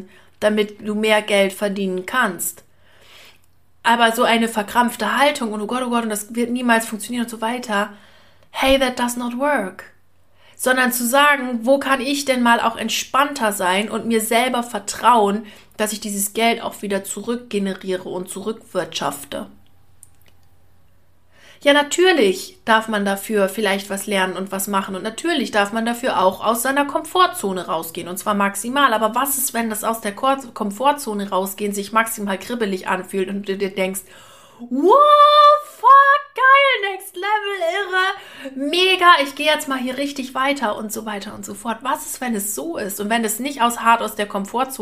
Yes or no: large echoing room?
no